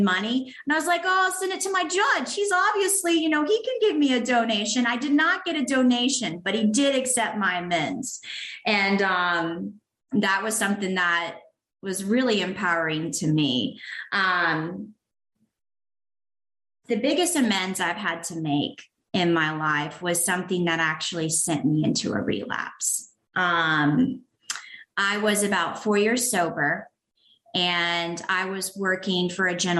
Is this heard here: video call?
yes